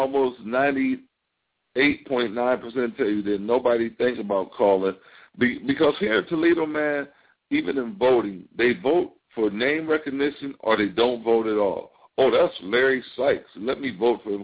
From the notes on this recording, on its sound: the hosts open up the phone lines